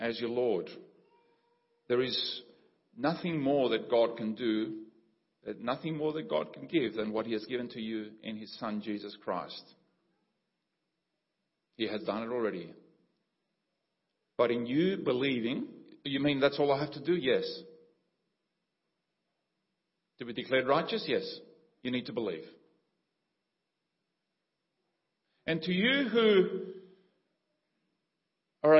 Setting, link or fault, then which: setting, large echoing room